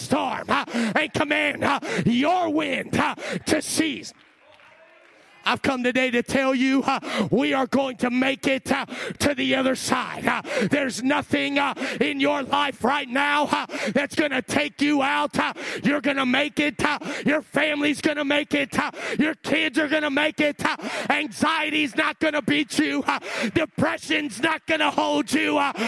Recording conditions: large echoing room